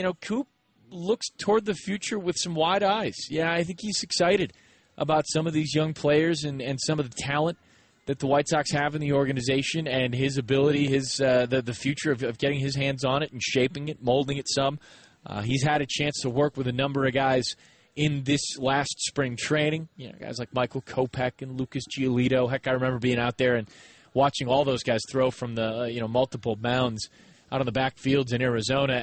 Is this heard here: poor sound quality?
no